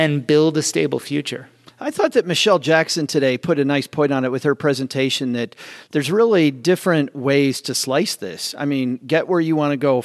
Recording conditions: busy venue